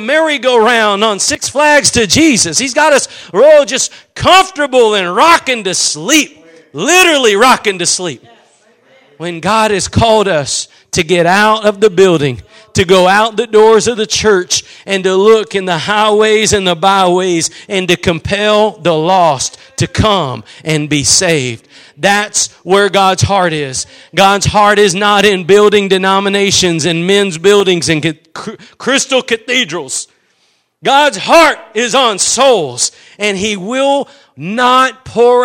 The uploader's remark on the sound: Preached at Gospel Lighthouse in Bossier City, La.